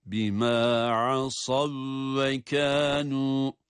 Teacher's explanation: cezimli olan vav diğerine, diğer kendisine sonraki vava idgam edilmektedir, ancak tutma yapılmaz. Neden? Bima asav ve kanu derken vav harfi şeddeli gibi okunur.